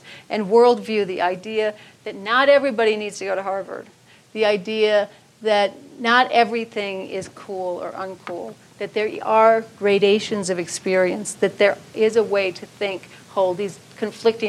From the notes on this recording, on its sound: keynote from the 2014 Buddhist Geeks Conference